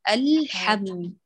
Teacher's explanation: تساوي يا غاليتي بين زمن اللام والميم، الحمد هو ذات الزمن تماما